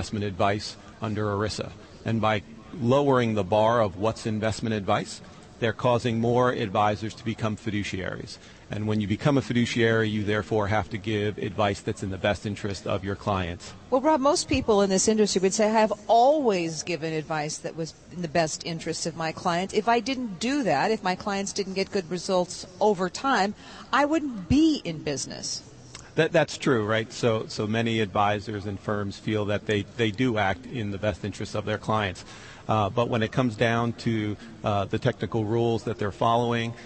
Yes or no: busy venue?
yes